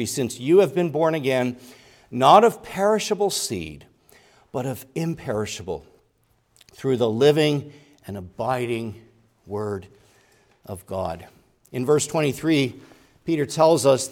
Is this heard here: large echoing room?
yes